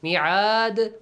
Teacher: When you stop, dal has to produce a bouncing sound.